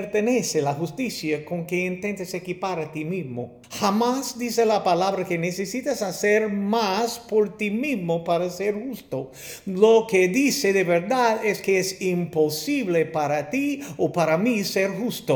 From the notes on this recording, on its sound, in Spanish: Terminamos nuestra visita con la Iglesia Bautista Pine Forest de Hallsville, TX